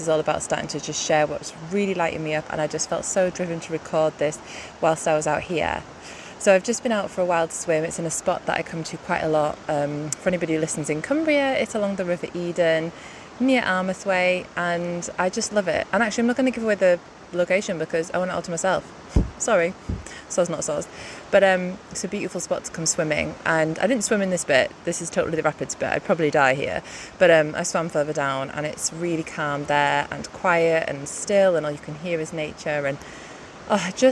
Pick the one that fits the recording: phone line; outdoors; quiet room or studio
outdoors